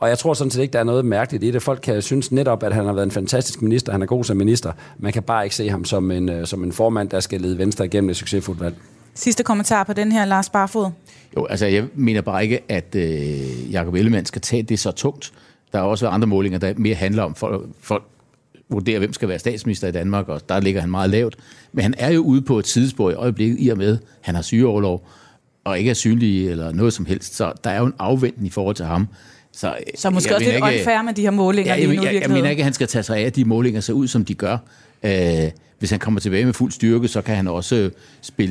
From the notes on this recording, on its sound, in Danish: Programmet er optaget lørdag på Folkemødet på Bornholm.